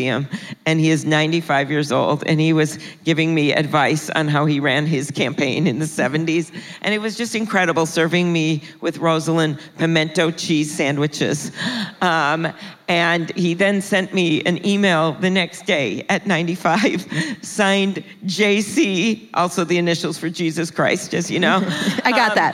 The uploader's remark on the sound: In front of a live audience at South by Southwest.